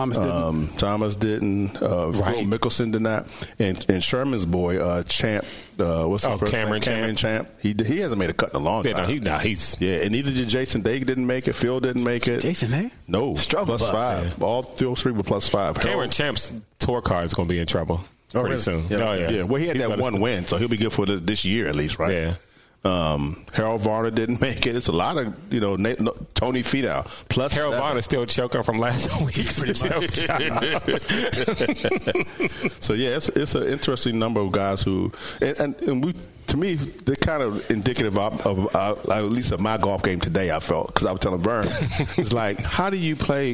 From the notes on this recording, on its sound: Recorded from Glendale Golf Club and shared their thoughts on the course.